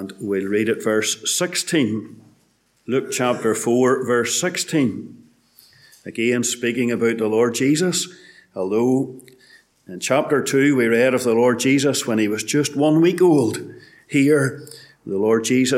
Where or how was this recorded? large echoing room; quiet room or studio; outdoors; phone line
large echoing room